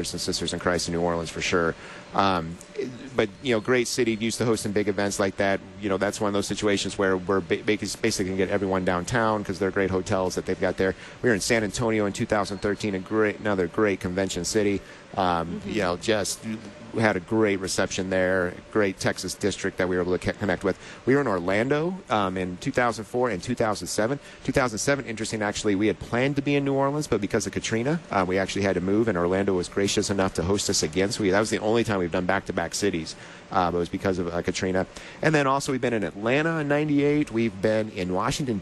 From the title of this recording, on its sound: Live from LCMS #NYG2019